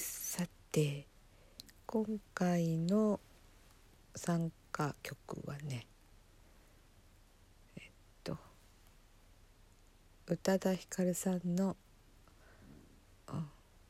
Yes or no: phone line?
no